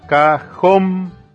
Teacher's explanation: cajón, se carga la voz en la última sílaba. Entonces, es una palabra aguda, se pinta el acento, la tilde, porque termina en consonante N.